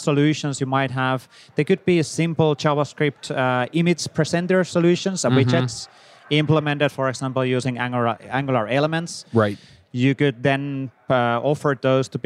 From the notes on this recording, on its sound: LIVE at Microsoft Build.